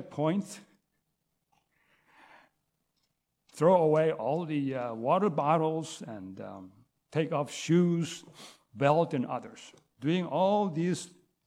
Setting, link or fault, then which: setting, large echoing room